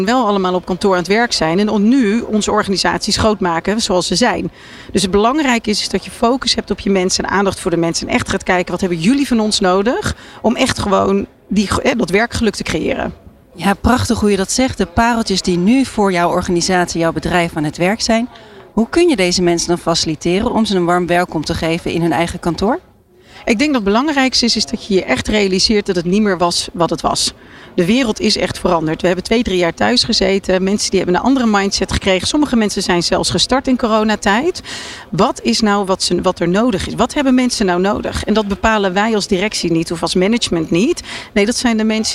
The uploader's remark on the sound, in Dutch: De Remote Working Summit op New Business Radio 2023. Live-verslag van de Remote Working Summit.